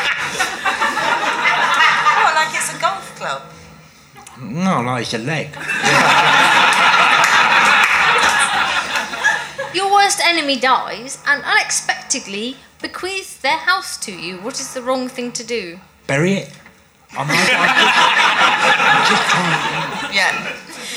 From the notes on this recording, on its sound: recorded at the Phoenix in June